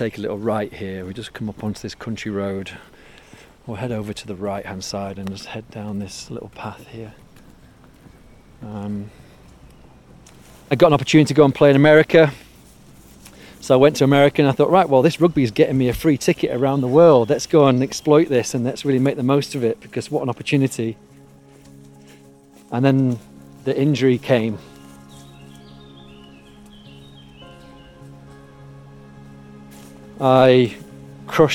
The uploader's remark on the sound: We walk in the woods